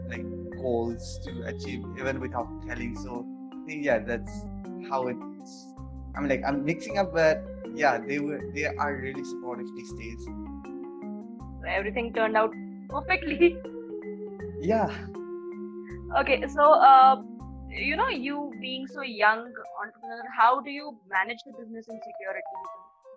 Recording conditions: video call